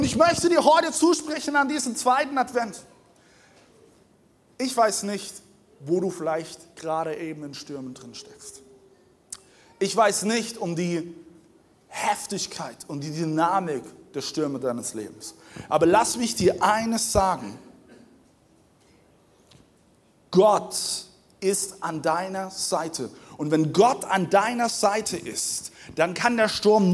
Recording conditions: large echoing room